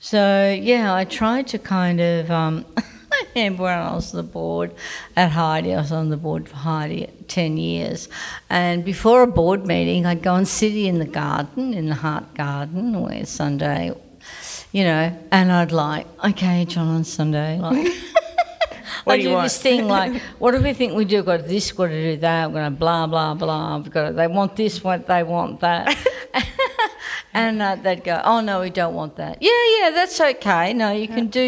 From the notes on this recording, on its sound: As part of the exhibition of A World Of One’s Own at Mornington Peninsula Regional Gallery in May 2021, this talk was held as a live event with an audience in the gallery.